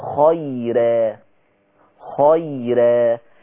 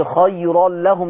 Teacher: ورش لما تيجي الراء بتاعته مفتوحة او مضمومة وقبلها ياء ساكنة اللي هي لينة، ارقق الراء · Shown in: first take